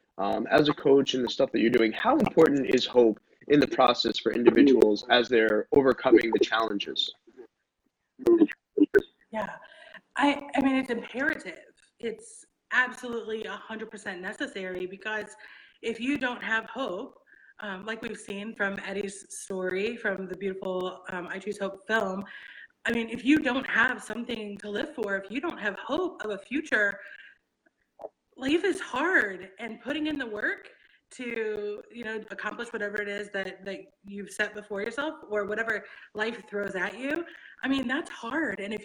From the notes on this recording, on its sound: The audio experience on this conversation is not the best